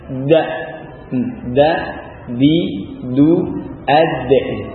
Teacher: Jadi lidahnya dikedepankan nempel di pangkal gigi, bukan di hankelala, ya. · Term: dal